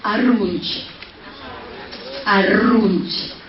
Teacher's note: Empieza por A, tiene la R vibrante